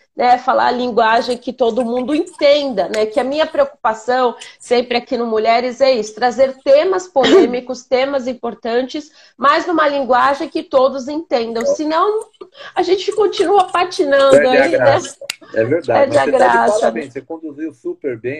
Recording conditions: video call